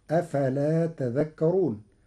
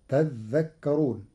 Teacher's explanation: أفلا تذكرون، قرأ ورش كلمة تذكرون بتشديد الذال، فتصير تذكرون، فأصلها تتذكرون، فأدغمت التاء في الذال بعد إبدالها ذالا